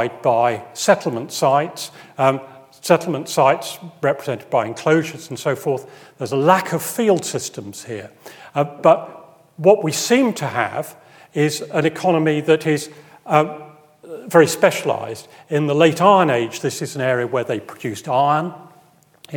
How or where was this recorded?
large echoing room